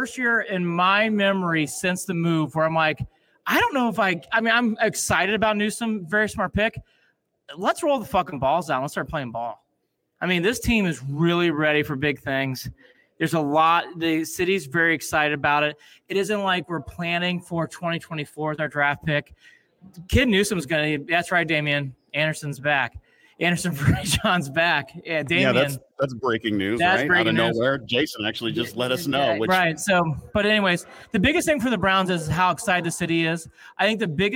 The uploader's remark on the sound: Live from Forrest City Brewery